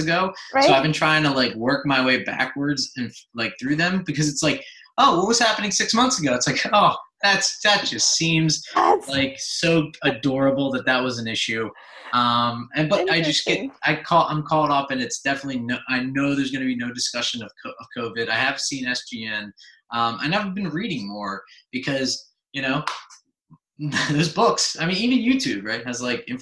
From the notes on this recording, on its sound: This episode was a Zoom video (not just audio!).